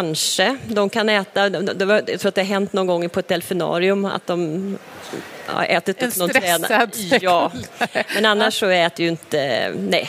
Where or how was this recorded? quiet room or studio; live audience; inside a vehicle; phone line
live audience